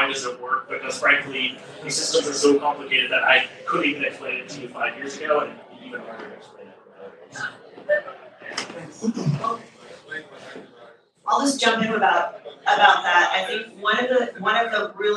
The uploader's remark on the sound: Gig Worker Town Hall Event | Denver, Colorado (August 5th, 2023). GiG Worker Town Hall LiVE.